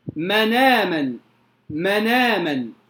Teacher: فكلمة من آمن سيأتي معنا بعد ذلك أن لورش النقل تخفيفا، يعني إيه؟ يعني ينقل حركة الهمز إلى الساكن قبله ثم يحذف الهمز